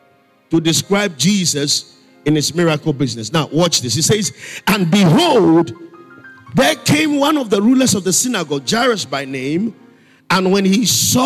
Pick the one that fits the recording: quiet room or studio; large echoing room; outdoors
large echoing room